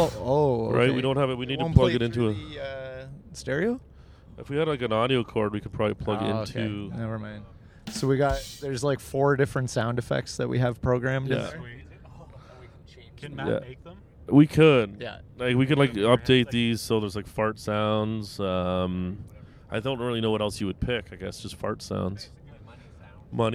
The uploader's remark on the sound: As we sort out audio levels while driving in a Buick Envision from Las Vegas to Boulder City.